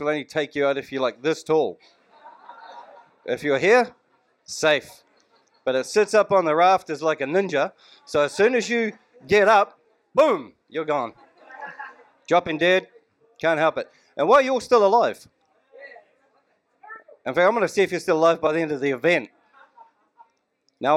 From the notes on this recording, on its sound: Let’s Not Forget Tour Stop 13 - Taupo - Waikato. The mic was opened up to all.